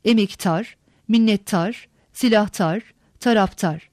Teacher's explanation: D, T değişmesi. Dilimize Farsçadan gelen dar ekindeki D sesi, tonsuz sert ünsüzlerden sonra ünsüz benzeşmesine uğrayarak T sesine dönüşmüştür